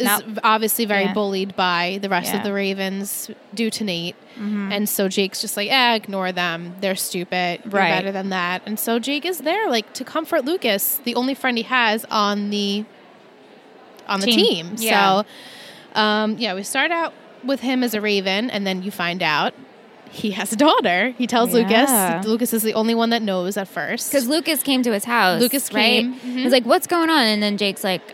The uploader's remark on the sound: Recorded LIVE from TRIC.